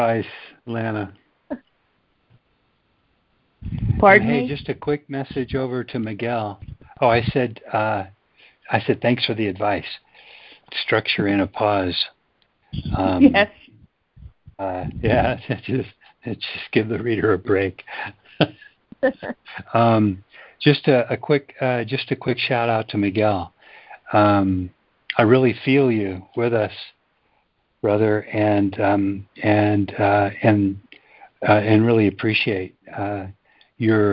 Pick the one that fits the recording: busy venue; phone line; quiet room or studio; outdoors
phone line